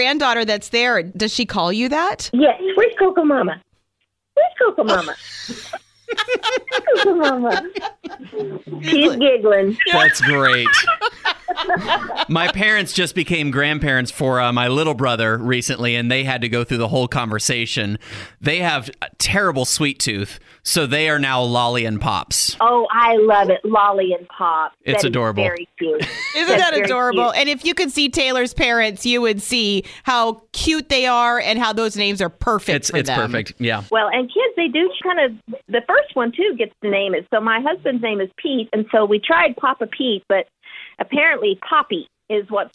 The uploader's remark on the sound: Spent some time on the phone.